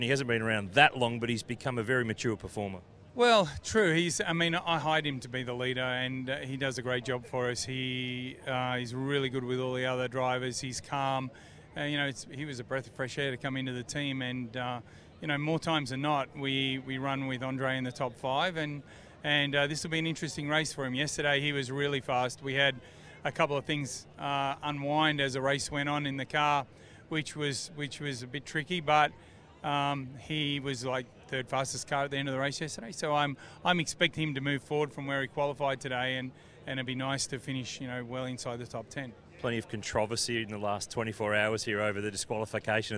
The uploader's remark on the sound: live from the Newcastle 500!